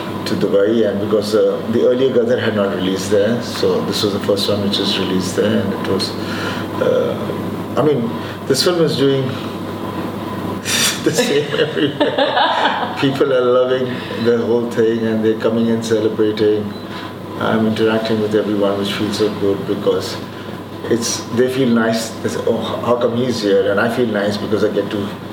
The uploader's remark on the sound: as he comes off stage at Mirchi Festival in Amsterdam